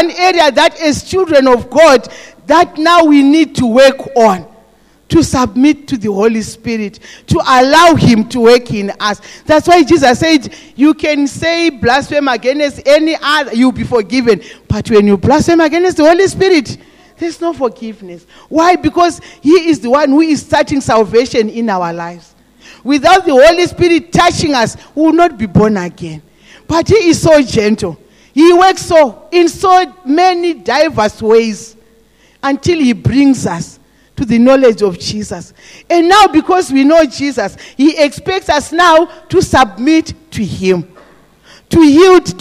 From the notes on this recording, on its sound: This message was preached in the morning at GTCFC City Campus